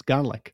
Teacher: garlic has an R because most Scottish accents are rhotic